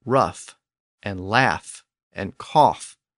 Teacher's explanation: But in a small group of words, there was a third option, in those words, the fricative sound shifted to an F sound. Now, this was a late development, but we see it in modern words like rough and laugh and cough, all of which still have their GH spellings from Middle English, but they're now pronounced with an F sound.